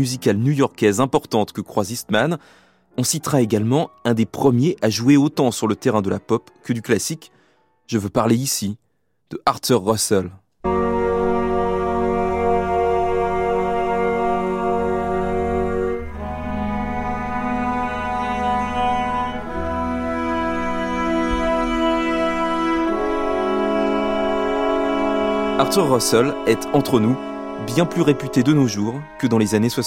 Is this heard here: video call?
no